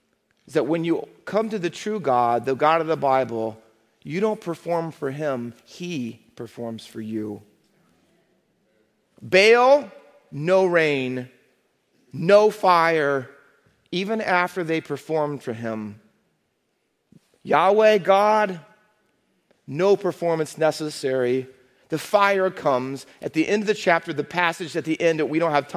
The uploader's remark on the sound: Faith Baptist Church in Hamilton, NJ.